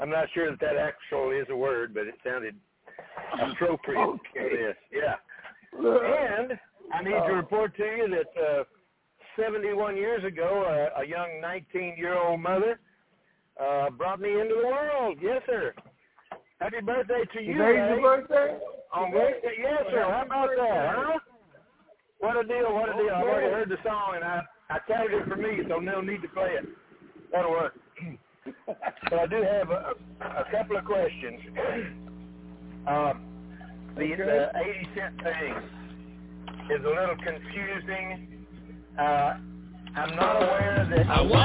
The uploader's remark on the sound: TNTSuperfantastic Conference Call.